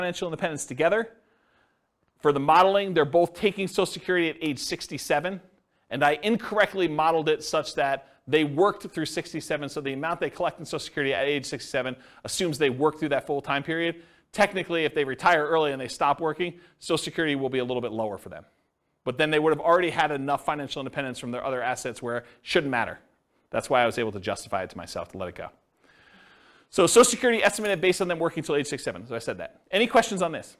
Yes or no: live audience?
yes